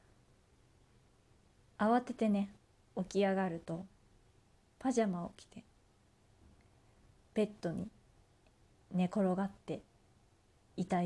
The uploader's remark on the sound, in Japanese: 自宅でスマホによる収録のため様々な騒音が収録されています。